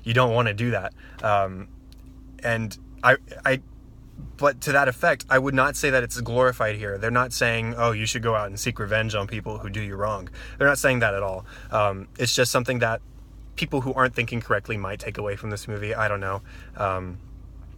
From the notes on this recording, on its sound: Before leaving the theater parking lot. This unedited audio comes straight from the original video I recorded from my car in the movie theater parking lot.